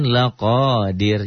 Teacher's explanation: Ro-nya dibaca tabkhim apa tarkik? Tarkik tipis. Kenapa? Karena sebelum ro-nya kasroh dan ro-nya dimatikan. Kalau ro-nya diteruskan, ro-nya tabkhim tebel.